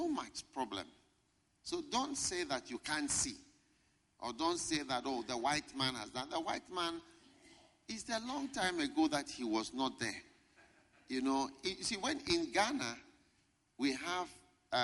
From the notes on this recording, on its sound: Preached at a Healing Jesus Pastors' conference in Palapye, Botswana